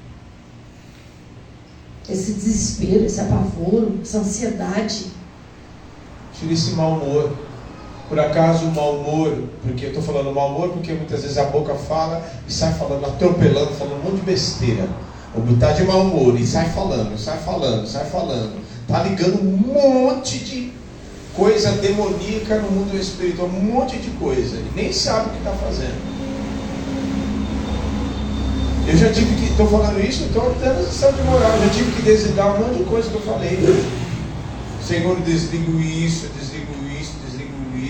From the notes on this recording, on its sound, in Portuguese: Na Igreja Desfrutar do Amor de Deus em São Paulo.